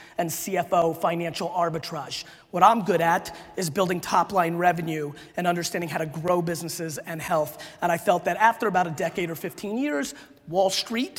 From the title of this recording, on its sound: A Keynote: SALT Conference 2017